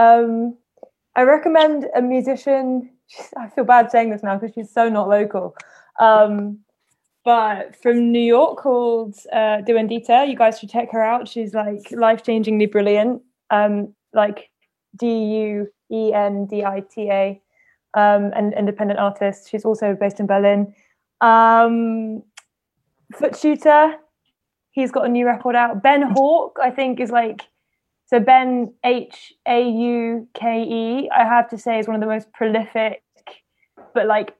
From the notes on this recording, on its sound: This discussion initially happened over live stream in April just as Covid-19 lockdown had been put in place. This was our first digital panel so apologies for the audio quality.